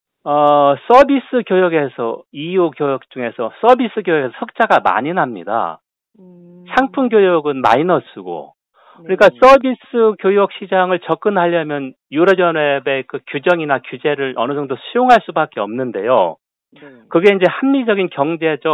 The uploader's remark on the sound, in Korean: YTN라디오, 세계를 만나는 시간 전화 인터뷰.